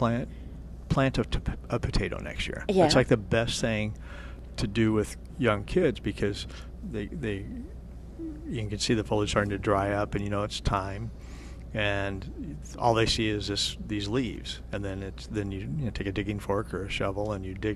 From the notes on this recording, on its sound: Plant Experts Live at Prairie Gardens. Live from Prairie Gardens every Saturday.